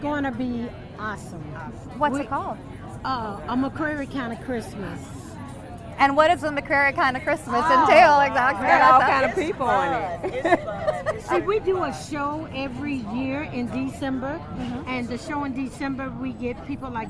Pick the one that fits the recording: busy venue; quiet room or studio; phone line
busy venue